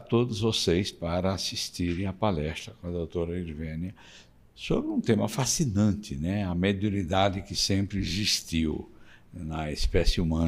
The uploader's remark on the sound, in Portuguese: Seminário gravado no Auditório Francisco Cândido Xavier. Em São Paulo.